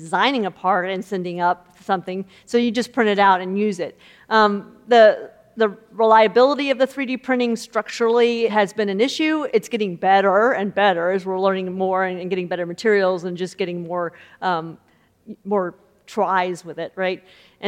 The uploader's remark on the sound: In this conversation from the Future of Everything festival in May